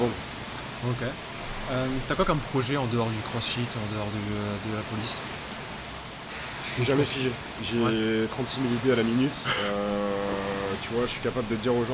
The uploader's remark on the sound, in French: Les bruits de fond sont les ergos, les wods, la musique... On est dans une Box de Crossfit (Crossfit Tanka)!!